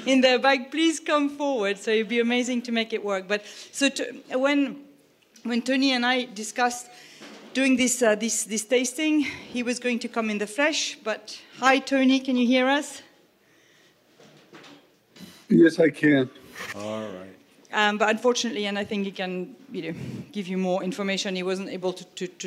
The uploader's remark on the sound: This episode of HRN On Tour comes to you live from Raw Wine 2023 in East Williamsburg, Brooklyn. This episode of HRN On Tour comes to you live from Raw Wine 2023 in East Williamsburg, Brooklyn. Taking place at 99 Scott , this ‘Speakers’ Corner’ event. The audience tastes his 1980 vintage.